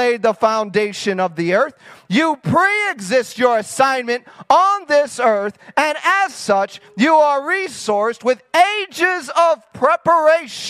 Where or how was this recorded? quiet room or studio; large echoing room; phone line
large echoing room